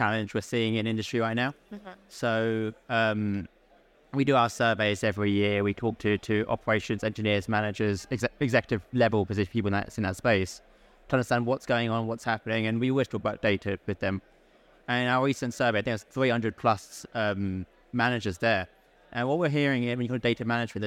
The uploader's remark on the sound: Recorded live at ADIPEC 2023